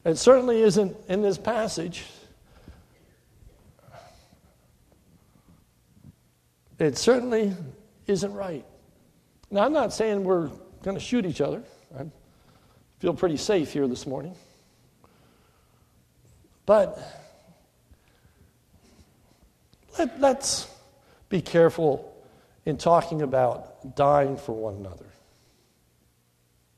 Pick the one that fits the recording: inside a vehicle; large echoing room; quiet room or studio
large echoing room